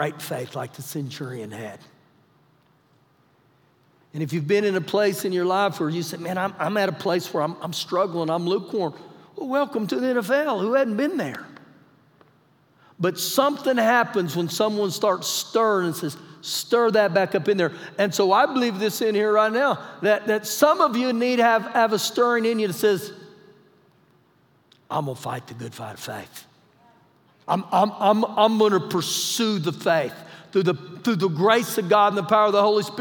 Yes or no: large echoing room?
yes